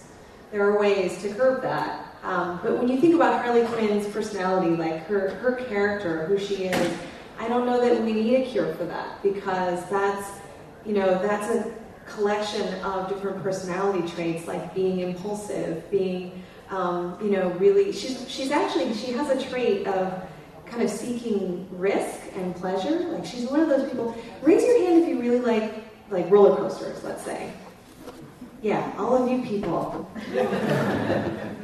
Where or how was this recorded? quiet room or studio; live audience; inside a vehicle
live audience